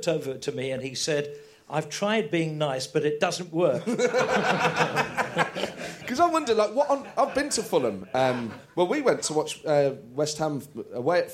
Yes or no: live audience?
yes